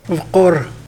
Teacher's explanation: Q, like the K but pronounced farther back in the throat